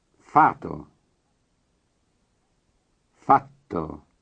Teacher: Double consonants will change the meaning of a word. You will notice that the consonant is held a little longer.